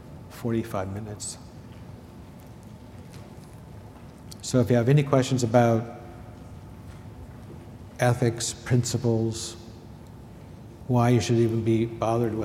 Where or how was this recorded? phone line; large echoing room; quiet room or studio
large echoing room